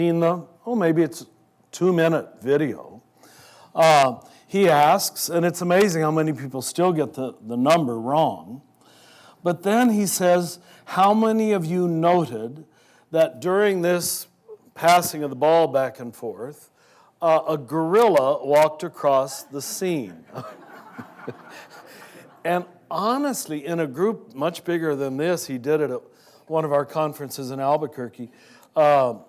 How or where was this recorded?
live audience